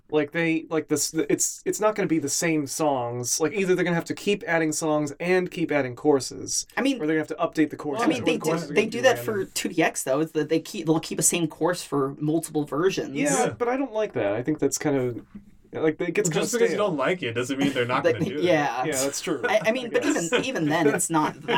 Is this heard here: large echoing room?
no